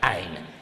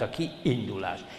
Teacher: minden magánhangzóval kezdődő szó elején ott kell, hogy legyen a hangszalagzár. Tehát, hogyha én azt mondom, hogy ein, egy, vagy be, mindegy, akkor ott van egy hangszalagzár, ein.